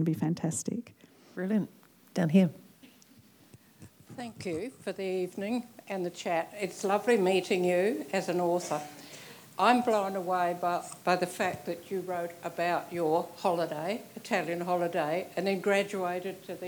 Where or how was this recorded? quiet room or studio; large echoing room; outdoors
large echoing room